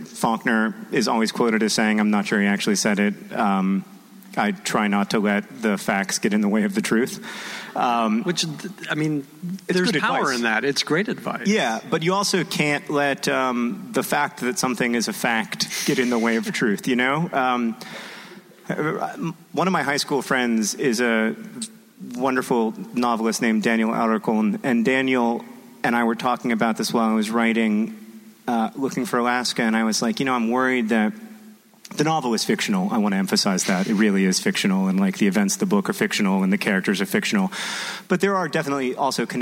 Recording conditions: live audience